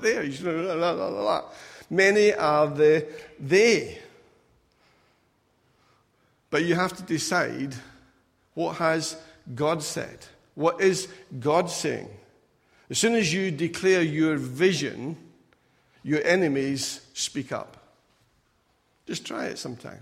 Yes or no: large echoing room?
yes